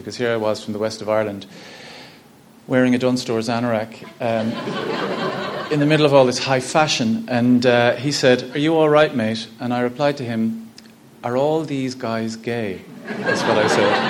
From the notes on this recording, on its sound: Recorded live at the Fleadh Forum, an annual state-of-the-industry conference taking place as part of the Galway Film Fleadh.